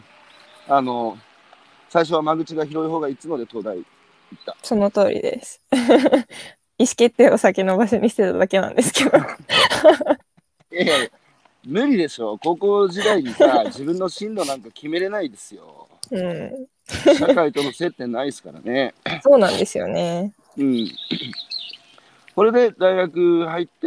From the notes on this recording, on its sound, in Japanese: 歩きながら1時間、対談する。